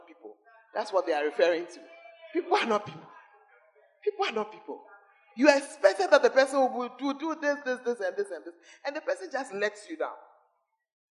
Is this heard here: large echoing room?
yes